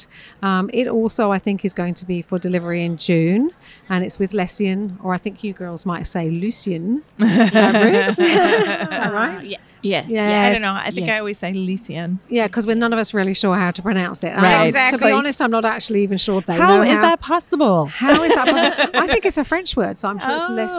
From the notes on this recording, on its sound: live from the Quilt Market show floor